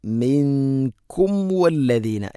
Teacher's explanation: സാക്കിനായ മീമിന് ശേഷം വ എന്ന അക്ഷരം വന്നാൽ അല്ലെങ്കിൽ ഫ വന്നാൽ രണ്ട് ചുണ്ടുകൾ തട്ടി മീമിനെ പൂർണ്ണമാക്കണം.